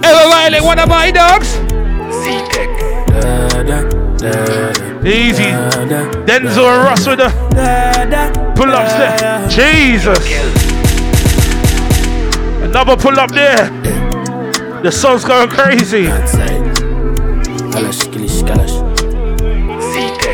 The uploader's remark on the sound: Live Set From Sika Brunch Party